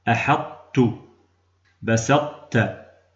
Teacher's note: سقطت الطاء ذاتا وبقيت منها صفة الإطباق، وهذا الإدغام سمي إدغاما ناقصا لأنه غير مستكمل التشديد، وذلك من أجل بقاء صفة المدغم.